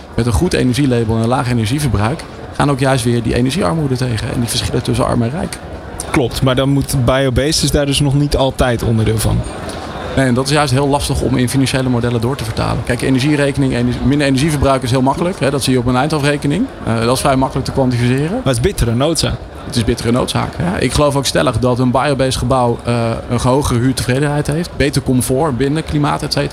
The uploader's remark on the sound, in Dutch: New Business Radio op de PROVADA 2023